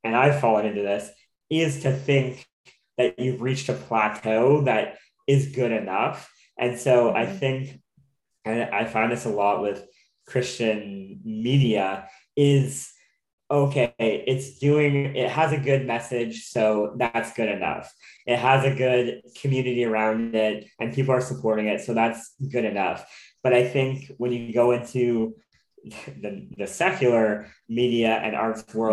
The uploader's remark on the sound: hops on zoom for a conversation